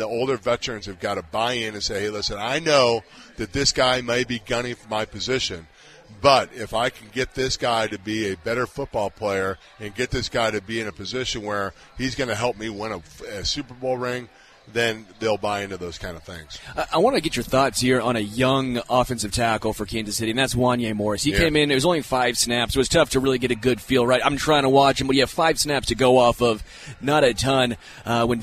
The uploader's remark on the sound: LIVE from Hollywood Casino!